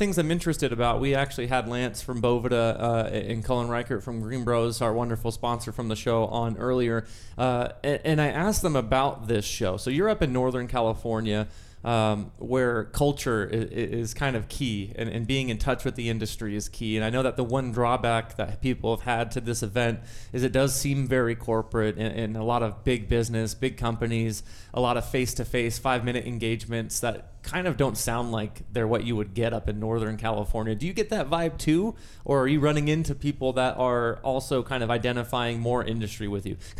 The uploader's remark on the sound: Recently the Rootd podcast team was on location at MJBiz 2019 in Las Vegas, Nevada.